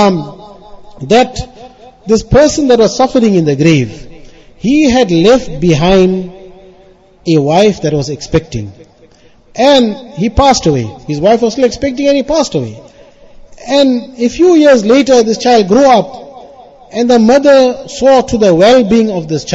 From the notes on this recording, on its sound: Jumuah lecture at Avondale Musalla 20 Jan 2023